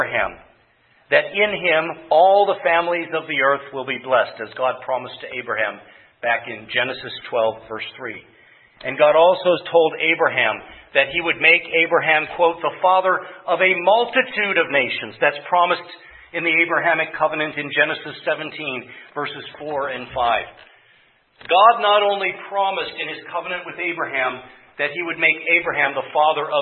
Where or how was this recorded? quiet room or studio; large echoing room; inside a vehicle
large echoing room